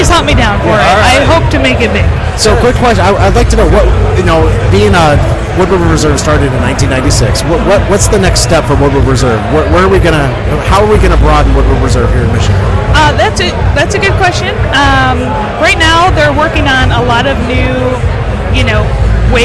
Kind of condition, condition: setting, busy venue